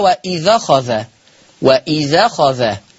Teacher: وإذ أخذ هنعمل نقل فهتبقى الذال المفتوحة